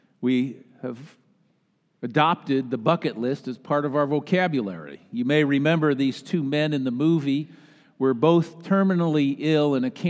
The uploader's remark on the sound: Easter Sunday message delivered during the Traditional Worship Service. Easter Sunday message delivered during the Traditional Worship Service.